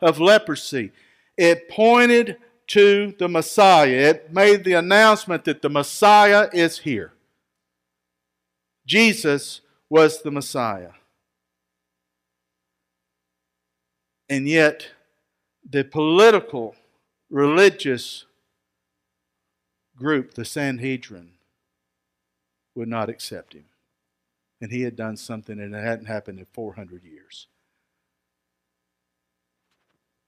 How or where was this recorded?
large echoing room